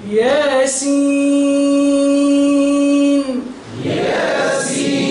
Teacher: إذا هذوما إن شاء الله توجهوا في الدروس، الياء مدوها من الطبيعي بعدها عبارة بعدها ألف، والسين نقعد نمدوها ست حركات